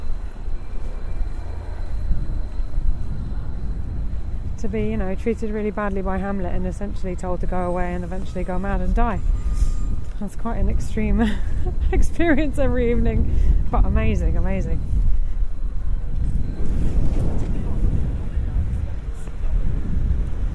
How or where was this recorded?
outdoors